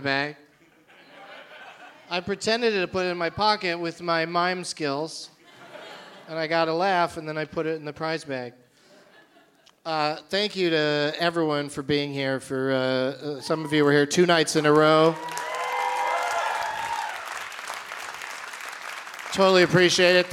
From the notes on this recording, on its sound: Live from the Gramercy Theatre in New York City.